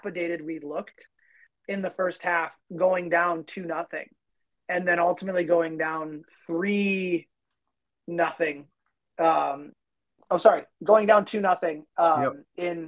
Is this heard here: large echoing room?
no